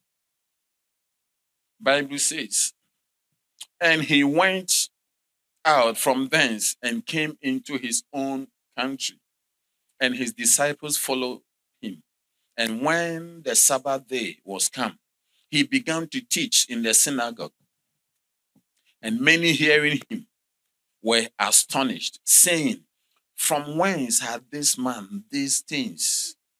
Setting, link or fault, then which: setting, large echoing room